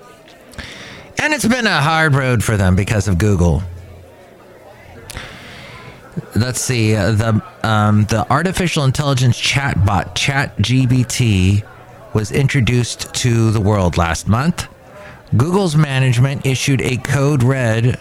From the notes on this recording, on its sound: podcasts live from Cafe Anyway